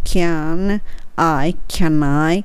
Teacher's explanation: can で終わるので、次のあにつながろうと思ったらなになっちゃうんですよね、音が。